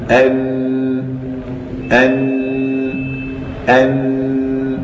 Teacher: البعض قال لا، بل النون تخرج من الخيشوم، ليس بالصواب، لأن اللسان يعمل عند نطقك بالنون، فعندما يعمل فلاحظ أي مكان يعمل فيه فهو مخرج النون، أما الخيشوم فليس مخرجا للنون بل مخرج لصفة النون. فإذا ضغطت على النون انتقل النون إلى غنتها، أن أن أن. هذه الغنة بما يقال عند البعض في بعض الأمكنة أو الأماكن أنها زنة زنة.